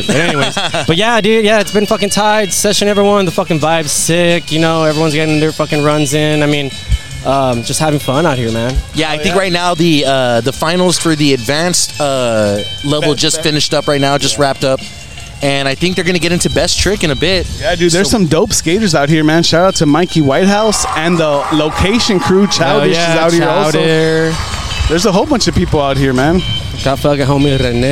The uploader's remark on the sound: Live from South Padre Island at The Beach Bash Skate Jam hosted by TCA Media.